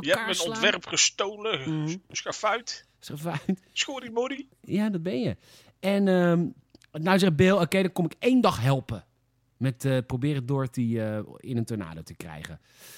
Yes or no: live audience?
no